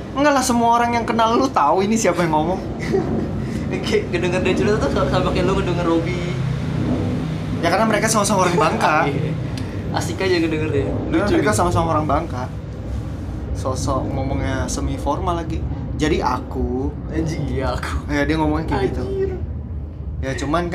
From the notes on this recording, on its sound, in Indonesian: Rekaman di sekitar lokasi demo (Palmerah). Ngerekam dari lokasi sekitar area demo biar greget.